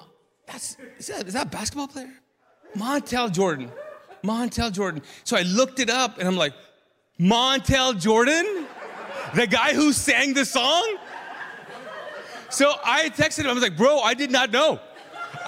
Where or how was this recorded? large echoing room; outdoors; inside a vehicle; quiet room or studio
large echoing room